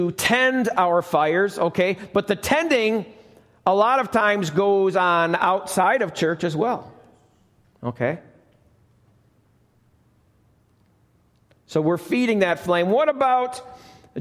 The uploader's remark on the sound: Welcome to the Lighthouse - Alabama Full Gospel Fellowship. This message was recorded live at the Lighthouse.